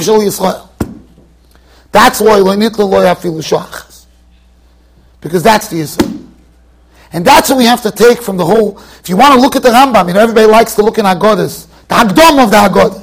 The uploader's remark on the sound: Shiur recorded in Yeshivas Ohr Reuven, Monsey NY.